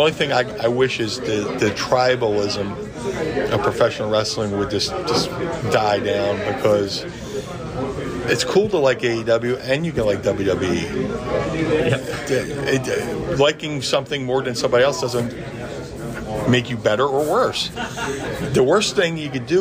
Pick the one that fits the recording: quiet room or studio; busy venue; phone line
busy venue